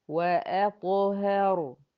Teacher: أفخم الر وأسكنها وأديها زمن التوسط عند الوقف على هذه الكلمة